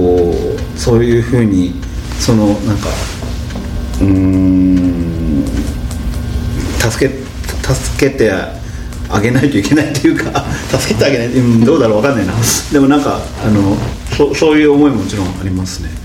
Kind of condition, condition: setting, busy venue